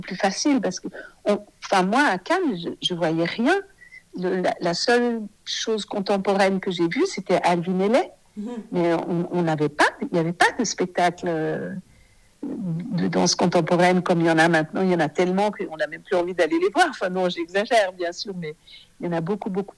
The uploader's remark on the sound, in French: Cet épisode a été enregistré par téléphone